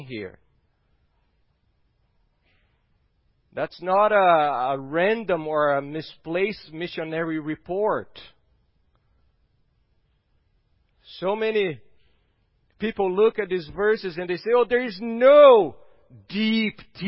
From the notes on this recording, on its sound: at Gracious Cross Reformed Church Salem on Sunday, November 22nd, 2020